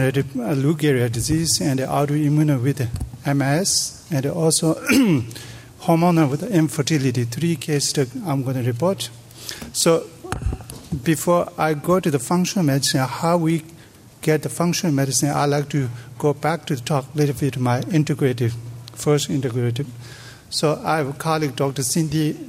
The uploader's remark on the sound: delivered these plenary talks as part of the Tibetan Medicine Conference on Mind-Body Health held at Harvard in October, 2017.